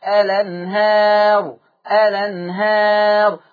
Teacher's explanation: هننقل فتحة الهمزة إلى اللام فتقرأ الأنهار · Term: النقل